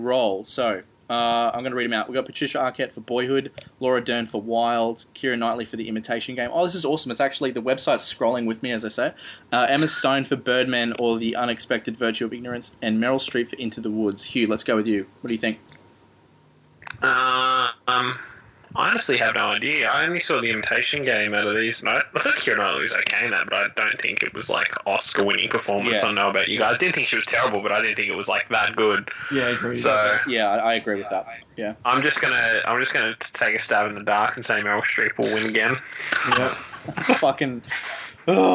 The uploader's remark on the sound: Apologies for the futuristic sounding voices of the crew, we had some feedback coming through